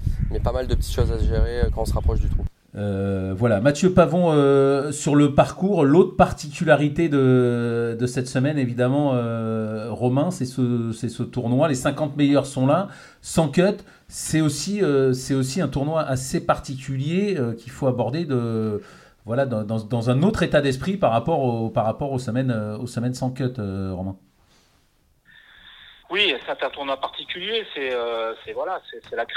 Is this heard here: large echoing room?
no